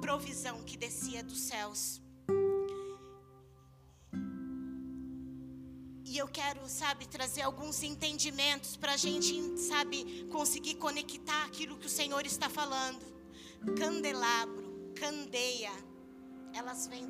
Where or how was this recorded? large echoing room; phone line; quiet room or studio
large echoing room